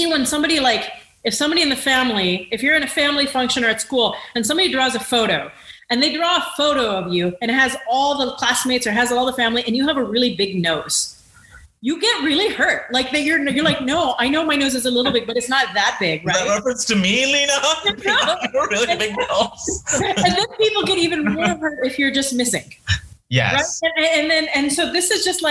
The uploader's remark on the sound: This episode’s audio was taken from a large, recorded Zoom meeting. Therefore, the quality may not be as strong as our other episodes, which are recorded with the primary intention of being produced into a podcast format.